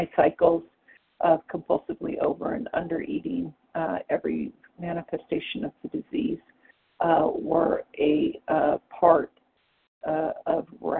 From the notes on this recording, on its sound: the 100 Pounders Phone Meeting